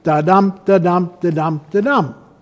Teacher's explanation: An unstressed followed by a stressed syllable. · Term: iambic pentameter